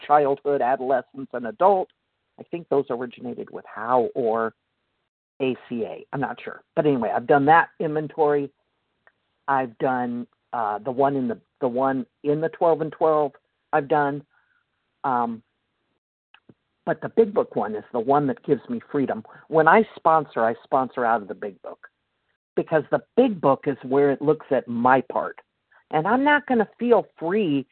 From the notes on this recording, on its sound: the 100 Pounders Phone Meeting, 9/1/23